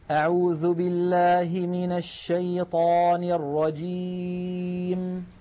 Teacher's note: سددت الأنف الآن ولم يتغير الصوت، فنطقنا كان بياء صحيحة خالية من الغنة